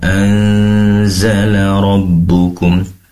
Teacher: Anzal di sini ada nun sukun bertemu dengan zai tentunya ikhfa hakiki. Dengungkan sambil seraya samar ya.